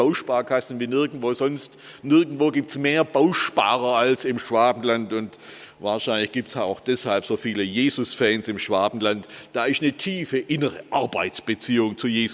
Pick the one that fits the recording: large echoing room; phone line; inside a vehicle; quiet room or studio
large echoing room